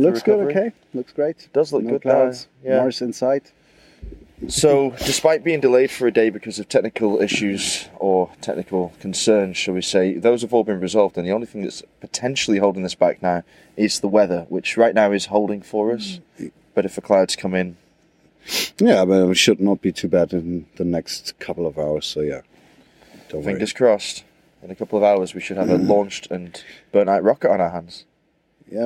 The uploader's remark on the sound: The Real Time Show At Esrange. Our very first on-location episode, recorded during the launch day of the SubOrbital Express 3.